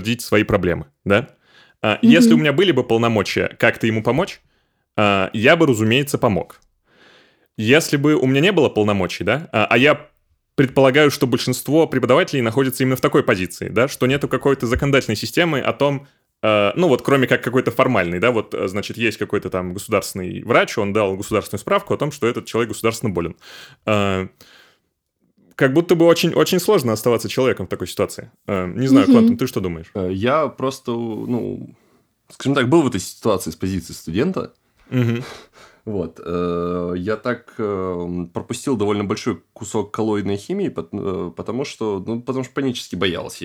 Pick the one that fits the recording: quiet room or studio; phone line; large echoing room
quiet room or studio